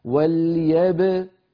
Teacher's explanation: إذا وصلنا إلى الكاف ضممنا الشفتين، أما عند الباء فالباء ساكنة مقلقلة هكذا. وليبكو فالضم للكافي ولا يصح الضم قبل ذلك.